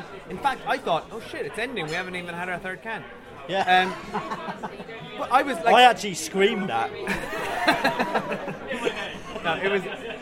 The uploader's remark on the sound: This episode contains some cans, pub noise